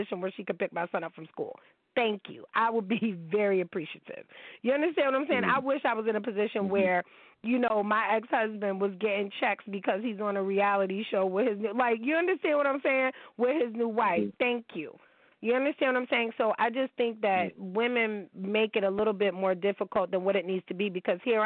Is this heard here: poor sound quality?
no